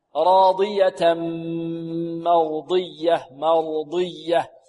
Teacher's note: فهنا تنوين وبعده ميم إدغام بغنة، راضية مرضية مرضية، الميم مرقة والراء مفخمة والضاد كذلك مفخمة في أقل مراتب الاستعلاء، ولا بد من محافظه على اطباق الضاد، مرضيه.